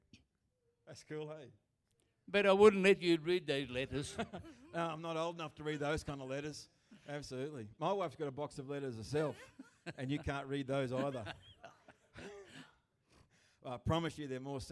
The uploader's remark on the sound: Recorded Live at Destiny Church Atherton.